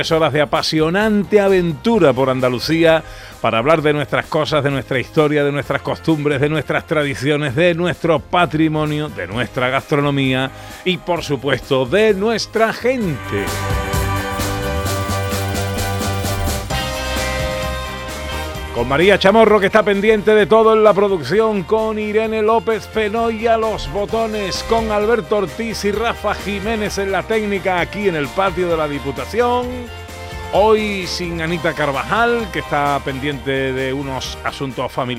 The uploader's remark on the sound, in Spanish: En directo desde la Diputación de Sevilla, Sabores de Andalucía